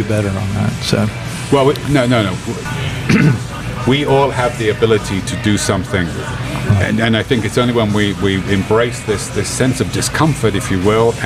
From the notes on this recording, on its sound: Recorded at Emerald Republic Brewing.